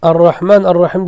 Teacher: Ar-Rahman, Ar-Rahim deganda lamni roga aylantirib aytamiz idg'om qilib.